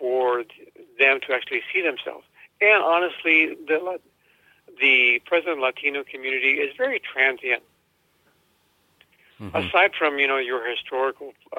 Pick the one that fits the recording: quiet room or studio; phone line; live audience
phone line